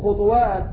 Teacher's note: كلمة خطوات أينما وقعت قرأت بسكون الطاء مع القلقلة للمشار إليهم بقوله خطوات إذ هد خلف صفة حفا.